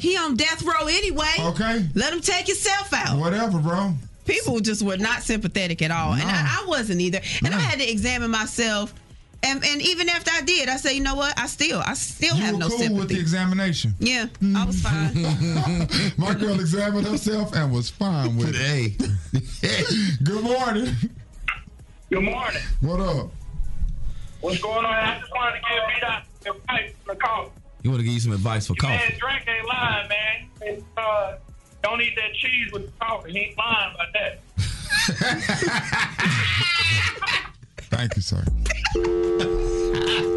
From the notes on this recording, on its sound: Free For All Friday is when we let the listeners control the show! People called in about the best coffee additives.